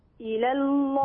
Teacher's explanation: لام إلى مرققة، لام لفظ الجلالة مفخمة